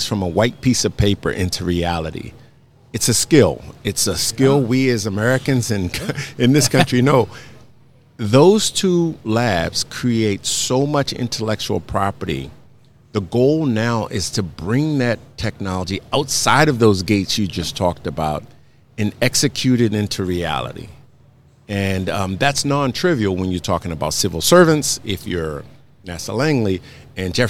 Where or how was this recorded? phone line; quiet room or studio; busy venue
busy venue